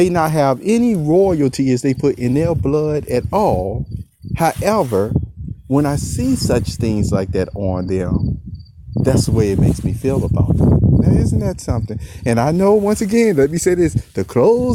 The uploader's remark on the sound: Here is a Sunday outside walk around and recording